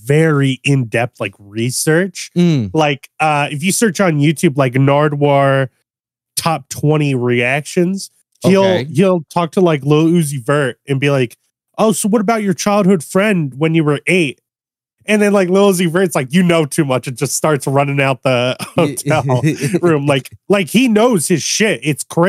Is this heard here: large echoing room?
no